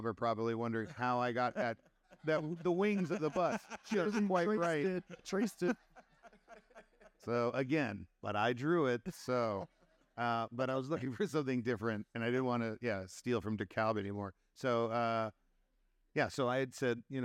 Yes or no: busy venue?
yes